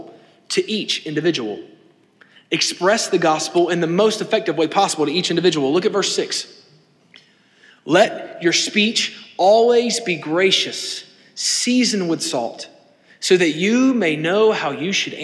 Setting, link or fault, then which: setting, large echoing room